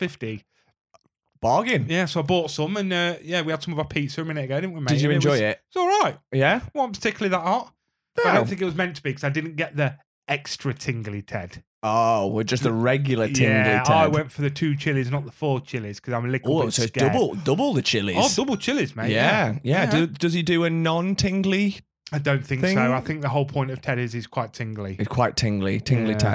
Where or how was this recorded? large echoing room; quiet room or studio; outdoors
quiet room or studio